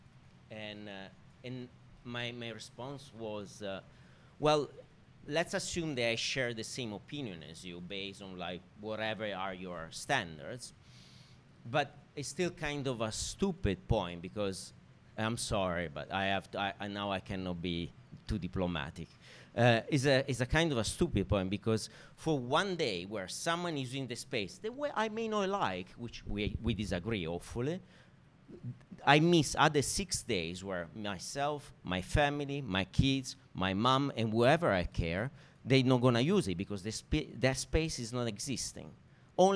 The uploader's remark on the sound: Recorded before a live audience at the Lasvit Lounge in Hong Kong.